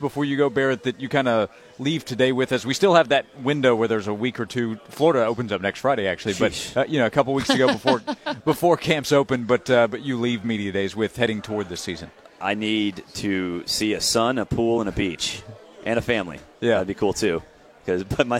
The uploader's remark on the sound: live from SEC Media Days in Hoover.